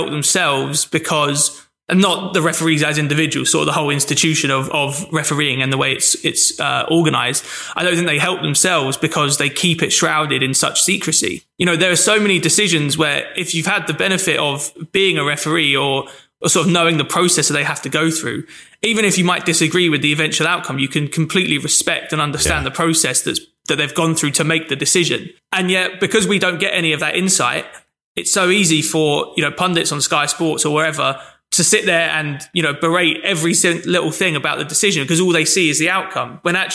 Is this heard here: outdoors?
no